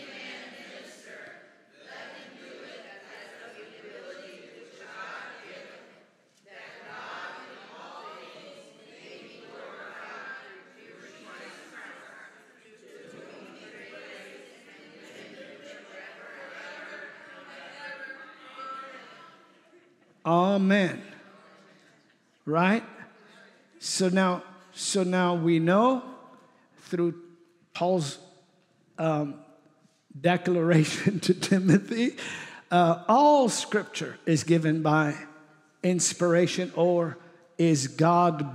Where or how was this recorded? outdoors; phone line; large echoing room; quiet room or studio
large echoing room